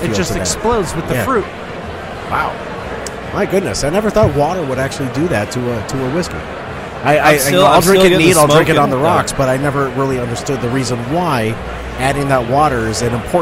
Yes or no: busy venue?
yes